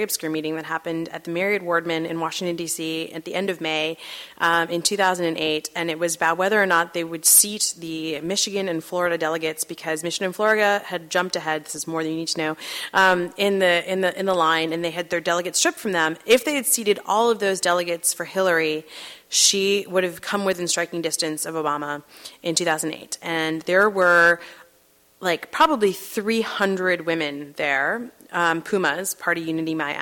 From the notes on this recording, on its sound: At Town Hall Seattle.